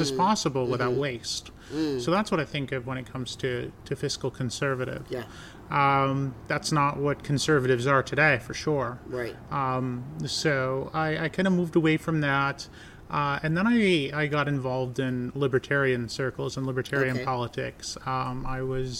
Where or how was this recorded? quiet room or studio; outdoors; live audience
outdoors